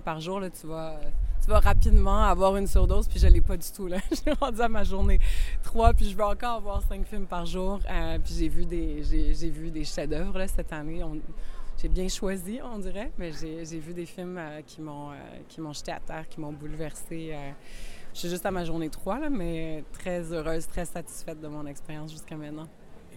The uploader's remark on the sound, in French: Festival de Cannes 2023. Entrevues sur la Croisette.